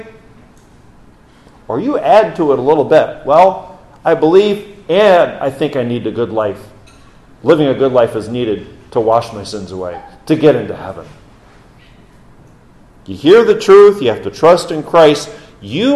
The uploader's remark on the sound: This message given on Reformation Sunday. During Orwell Bible Church's morning service, October 30, 2022.